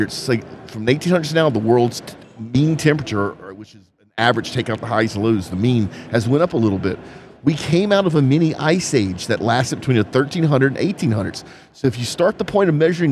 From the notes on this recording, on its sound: recording live at the Offshore Technology Conference